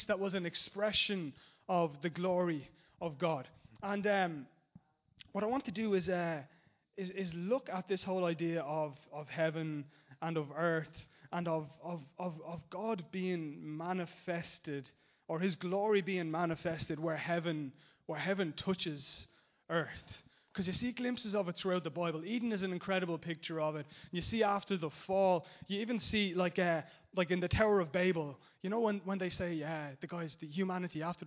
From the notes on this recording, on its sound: Recorded live in Liberty Church on 8th September 2019